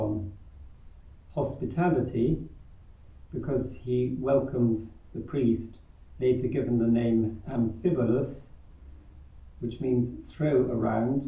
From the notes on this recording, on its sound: Recorded live at Southgate House on 20 June 2023.